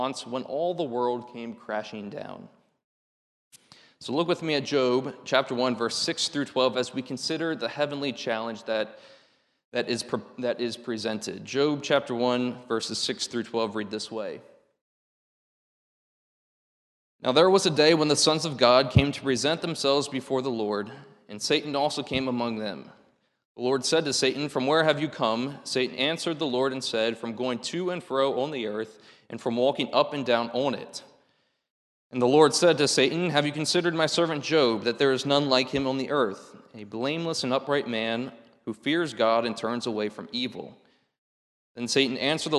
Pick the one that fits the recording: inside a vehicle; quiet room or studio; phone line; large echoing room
large echoing room